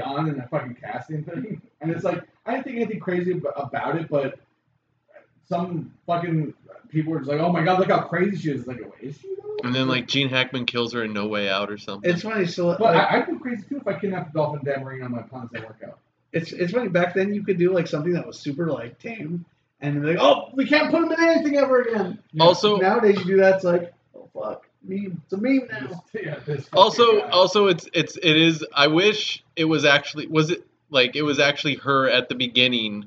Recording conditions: poor sound quality